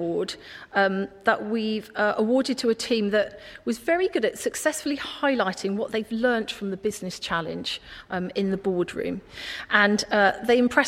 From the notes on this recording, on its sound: The Awards event was held at the Weston Auditorium of the University of Hertfordshire